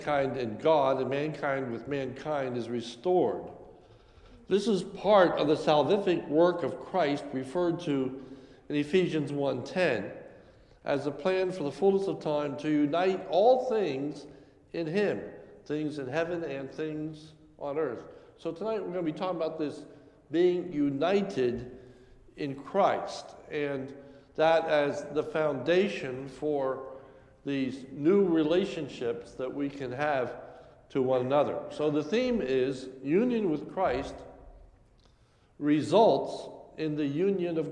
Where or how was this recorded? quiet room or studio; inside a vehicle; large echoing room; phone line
large echoing room